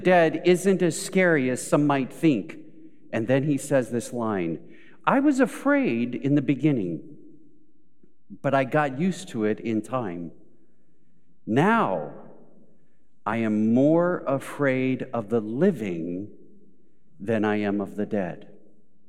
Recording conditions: large echoing room